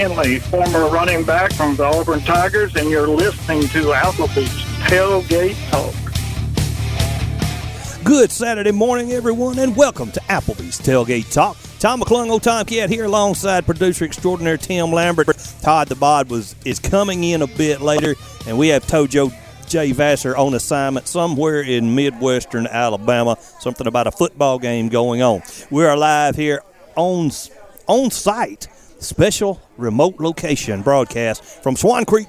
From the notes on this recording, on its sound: Live at 'Hope for Athens' at Swan Creek Park